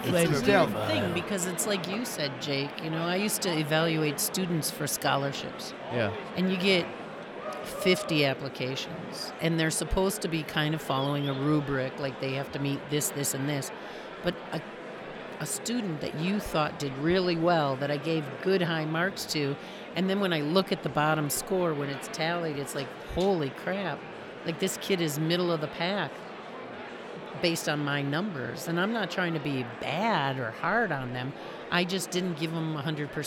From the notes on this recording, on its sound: live at Wisconsin Whiskey Fest